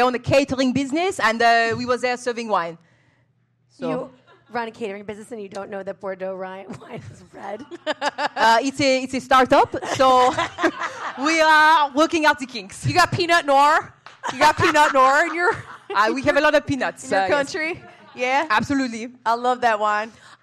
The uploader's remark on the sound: Big Wigs Live Show! It's a live show kinda week for the New York Comedy Festival. Thanks again to NYCF, our host Caveat, our segment sponsor Murray's and everyone that came out to the live show and watched the livestream.